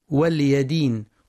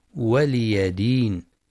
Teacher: والصواب ولي دين بكسر اللام وفتح الياء · Shown in: second take